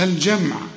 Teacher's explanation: والجيم في القرآن لازم تعطش